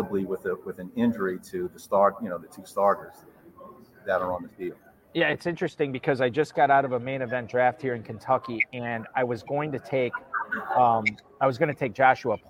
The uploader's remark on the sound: Live at the 2022 Kentucky Fantasy Football State Championship (KFFSC). Broadcasting from Louisville at the 2022 Kentucky Fantasy Football State Championship (KFFSC).